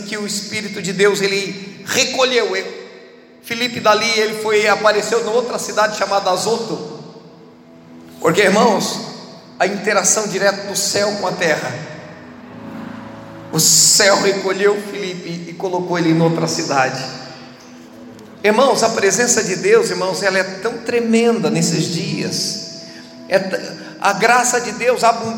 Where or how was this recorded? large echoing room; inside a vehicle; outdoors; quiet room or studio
large echoing room